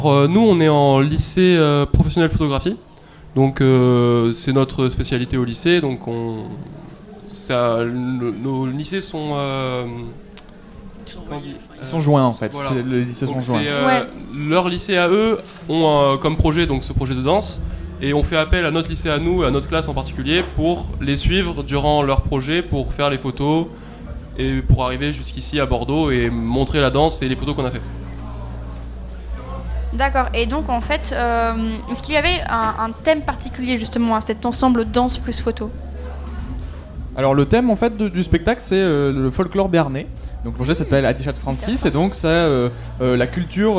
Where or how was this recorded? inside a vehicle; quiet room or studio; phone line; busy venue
busy venue